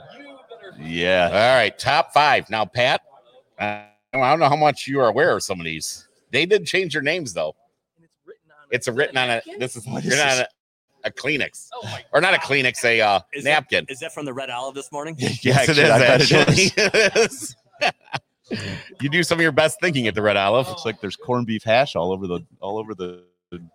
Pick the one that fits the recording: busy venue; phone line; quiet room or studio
busy venue